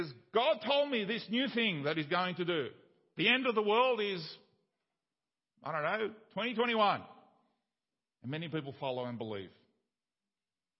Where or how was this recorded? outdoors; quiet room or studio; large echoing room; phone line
large echoing room